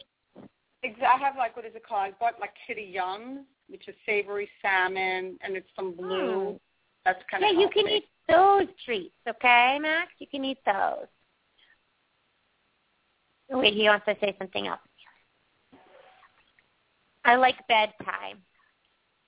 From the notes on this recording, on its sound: open up the lines for listeners to call